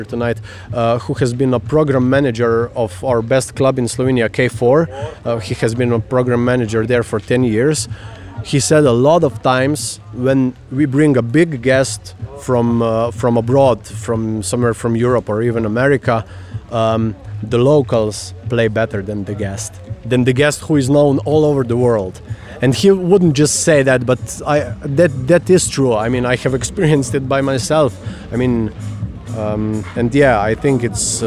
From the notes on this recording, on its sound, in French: Butik Festival, experience in Tolmin (SL). Prises de sons réalisées en Slovénie, à Ljubljana et à Tolmin, entre le 13 et 16 juillet 2022 durant la 4ème édition du festival de musiques électroniques, Butik.